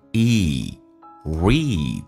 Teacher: Read 长元音，嘴角往后拉一点点。